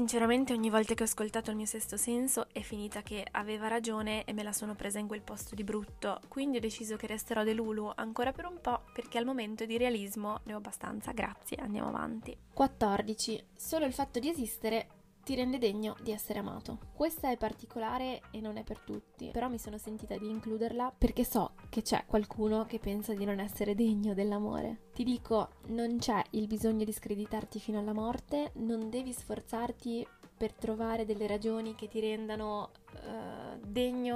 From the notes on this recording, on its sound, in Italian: registrata con il mal di gola e troppo caffè in circolo (si sente il ticchettio delle unghie sul tavolo mentre parlo?